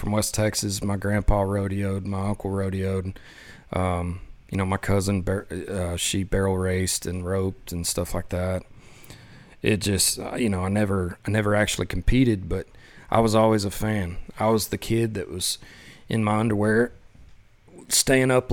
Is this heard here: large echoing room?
no